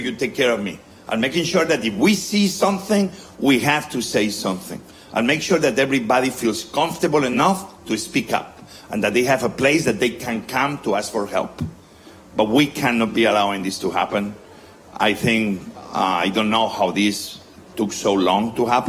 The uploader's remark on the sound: In front of a live audience at South By Southwest in Austin, Texas.